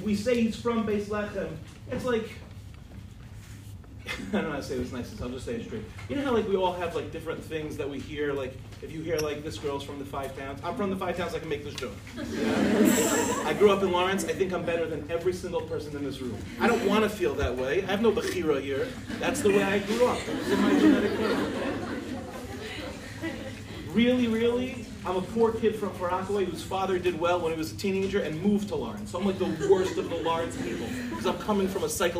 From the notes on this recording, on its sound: In this shiur, delivered in Michlala